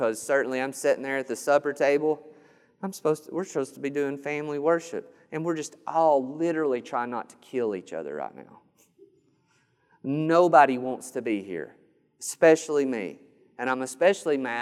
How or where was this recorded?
large echoing room